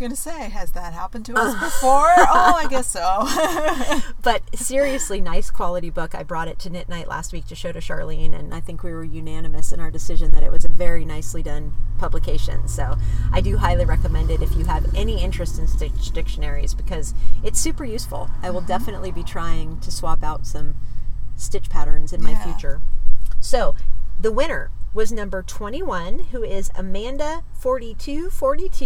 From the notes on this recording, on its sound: we record on West Cliff Drive in Santa Cruz